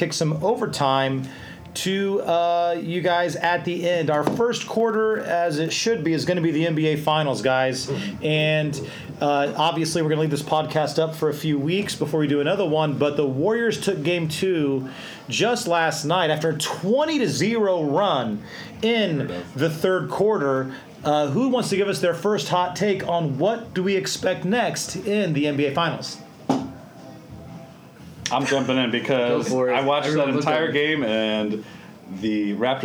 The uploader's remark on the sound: we record from Teays River Brewing and Public House